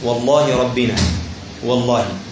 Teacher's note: يفخم اللام في لفظ الجلالة الذي لم يسبق كسر، لام لفظ جلالة الله جل جلاله تفخيم · Term: تفخيم اللام